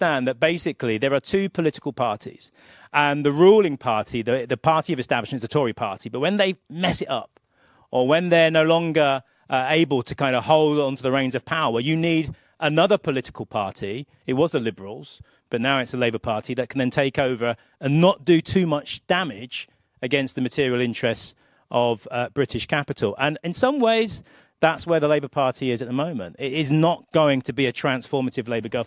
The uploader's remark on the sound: joined me live at Labour Conference